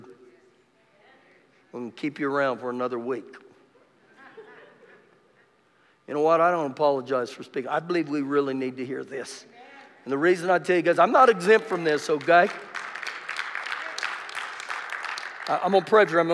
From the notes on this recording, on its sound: Recorded live during our Wednesday night service